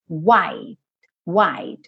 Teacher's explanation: O E não é pronunciado e o T quase some